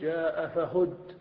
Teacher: وإذا أردت أن تقف بالنقل فإنك تنقل حركة آخر الكلمة وهي الضمة إلى الساكن قبله فتقول جاء فهد.